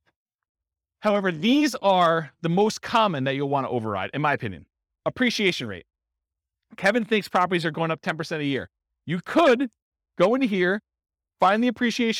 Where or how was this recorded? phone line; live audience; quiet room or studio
live audience